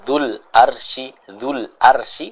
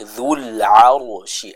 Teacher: Jadi bukan dzul arsy, tapi dzul 'arsy. Ainnya jelas, ra-nya ditebalkan. · Shown in: second take